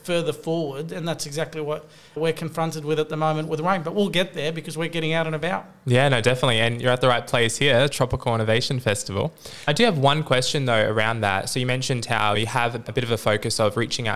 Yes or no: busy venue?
yes